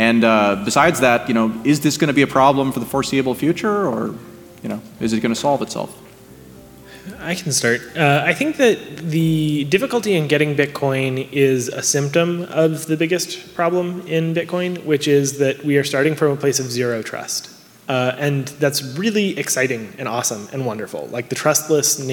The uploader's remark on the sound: Last month, I put on a suit and headed to San Francisco for the Future of Digital Currency and Blockchain conference. The second panel I moderated at the event. This episode was minimally edited.